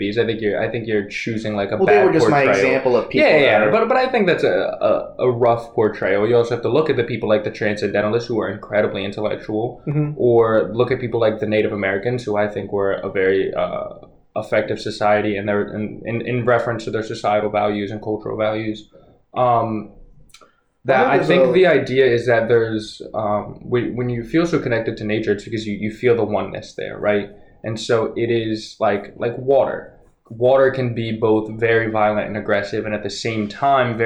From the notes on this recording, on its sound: If you couldn't tell, we forgot to plug in our good mics! While the sound quality may not be the best.